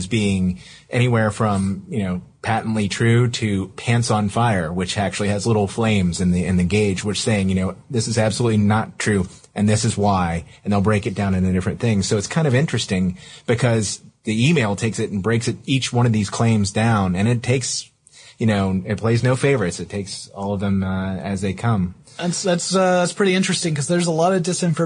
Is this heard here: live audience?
no